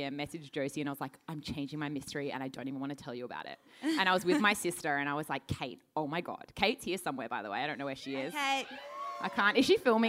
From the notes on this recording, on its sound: Sydney Live Show. Finally, a venue decides to record. Sydney show at Marrickville's Factory Theatre.